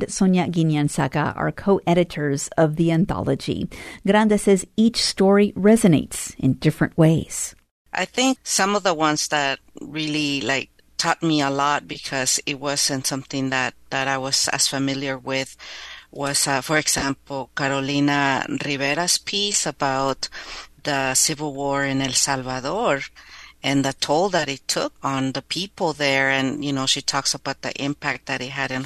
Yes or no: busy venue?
no